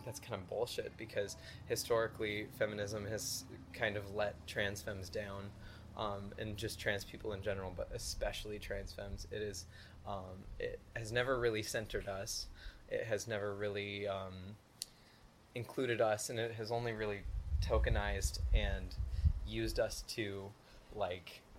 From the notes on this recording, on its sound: This was outside and I don't know how to edit, so unless you are a big fan of wind and trains I would be mindful about using headphones.